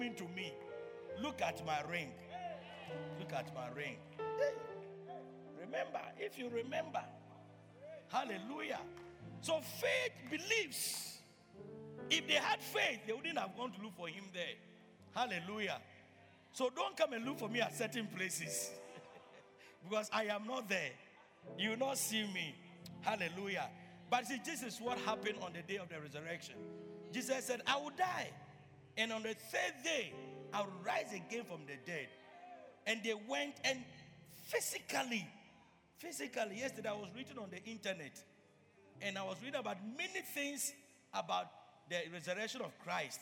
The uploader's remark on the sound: Preached at Loyalty House, Abbey, Dahwenya.